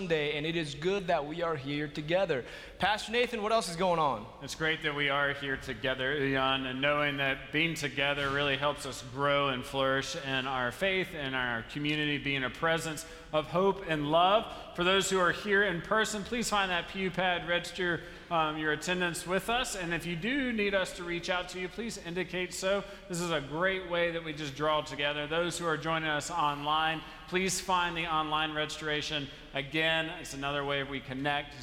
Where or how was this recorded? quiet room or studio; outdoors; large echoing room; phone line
large echoing room